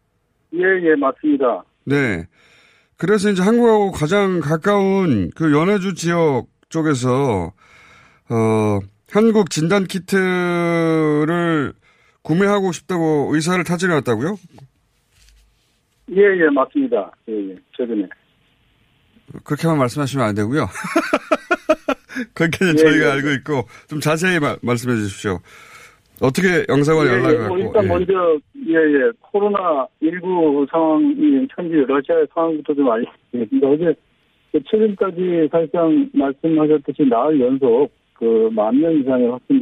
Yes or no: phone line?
yes